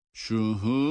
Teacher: Meddi arz olduğu için uzatarak okuyor ve dal harfinin cezimiyle duruyoruz. Ve kalkale yapıyoruz.